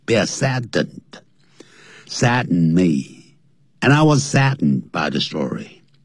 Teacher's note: 要念成 sadden,用鼻音出来。